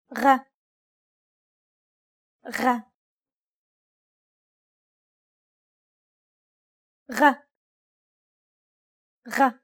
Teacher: It sounds like a turbulent G sound, or the sound you make when growling.